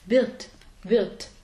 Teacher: Man hört das R eigentlich nicht.